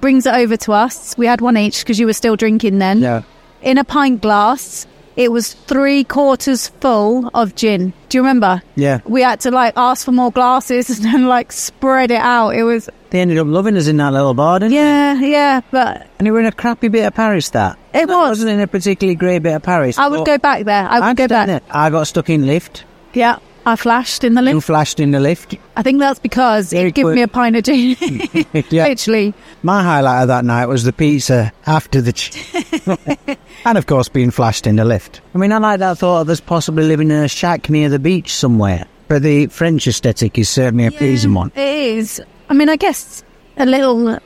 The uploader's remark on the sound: We sound a little different on today's episode of 'Husband & Wife Sentenced to Life' because we recorded in the mall (Ibn Battuta) in-between drop-offs & pick-ups.